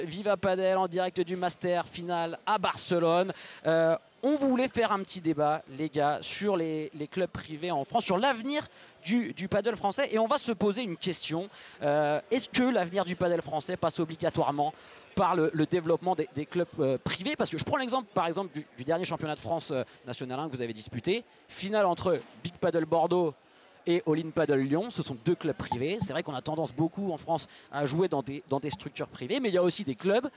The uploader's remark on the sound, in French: en direct du Master de Barcelone